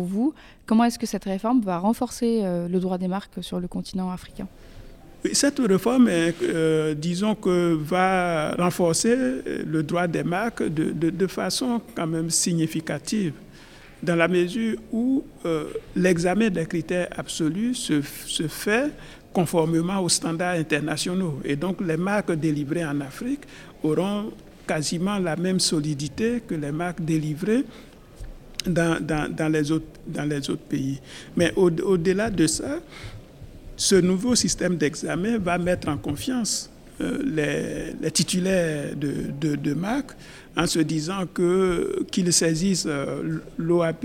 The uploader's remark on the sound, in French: Cet épisode a été enregistré en marge de la réunion annuelle de l’INTA à Singapour en mai 2023.